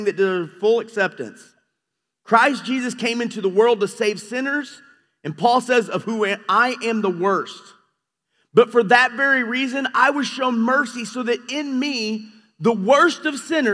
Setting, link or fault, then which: setting, large echoing room